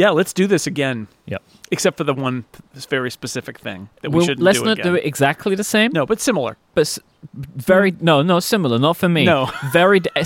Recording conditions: outdoors